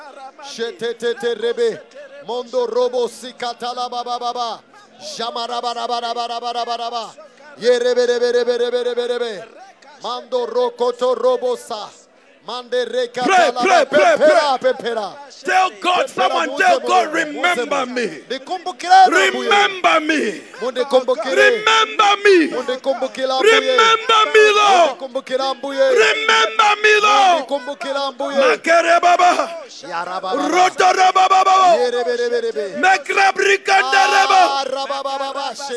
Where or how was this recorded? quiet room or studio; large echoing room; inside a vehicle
large echoing room